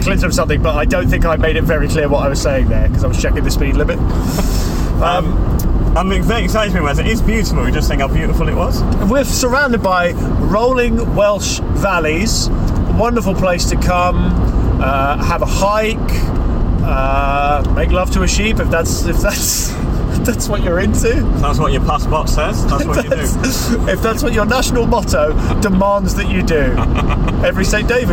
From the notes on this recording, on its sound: Drove from London to the Machynlleth Comedy Festival in North Wales. This is a collection of recordings from that road trip.